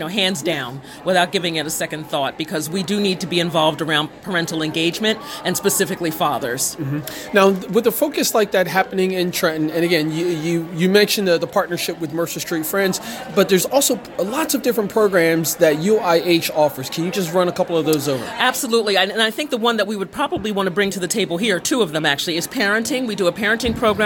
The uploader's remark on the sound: during the Mercer Street Friends Community Schools Mini Conference in Trenton NJ